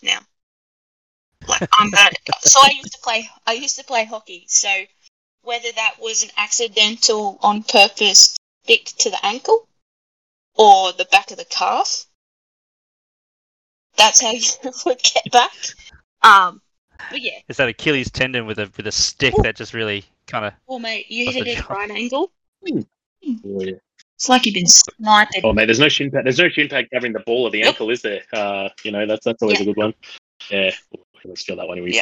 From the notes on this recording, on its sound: Audio quality is a little choppy in this one, 2022 wasn’t kind to us recording so apologies in advance.